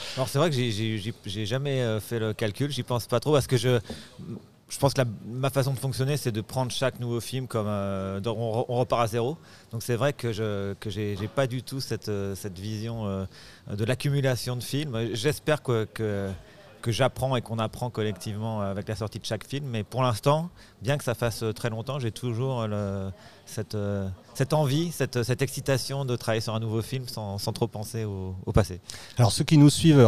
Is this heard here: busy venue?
yes